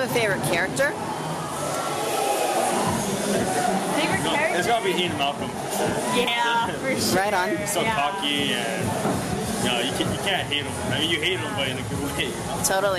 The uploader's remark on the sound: Jurassic Park 25th Anniversary Celebration at Universal Studios! We'll bring you audio from the panels and many people in attendance.